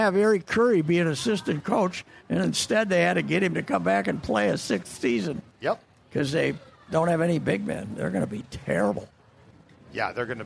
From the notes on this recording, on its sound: LIVE from the Minnesota State Fair. Is back at the Great Minnesota Get Together.